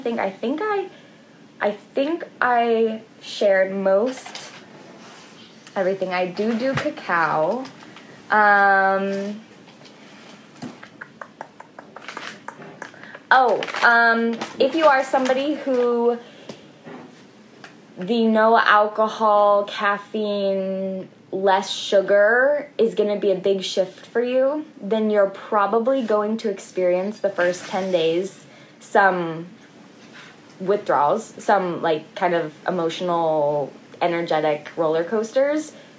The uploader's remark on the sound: this episode is audio from an IG Live.